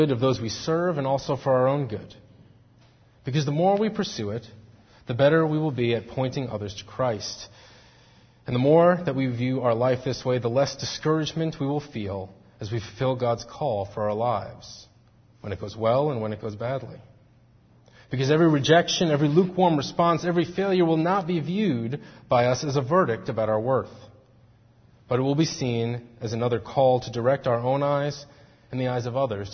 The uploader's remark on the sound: Faith Presbyterian Church – Evening Service